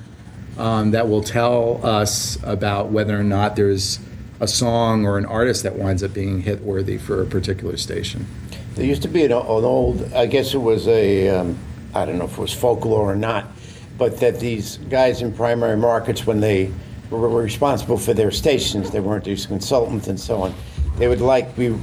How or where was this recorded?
busy venue